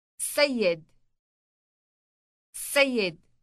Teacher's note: Note the elongated S sound on the beginning of the word.